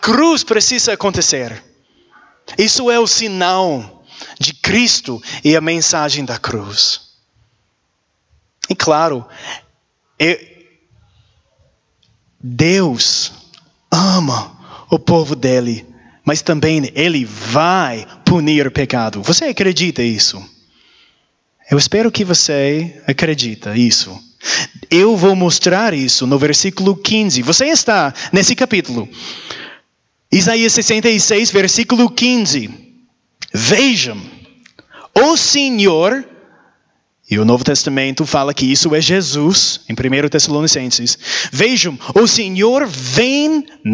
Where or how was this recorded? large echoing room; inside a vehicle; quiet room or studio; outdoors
large echoing room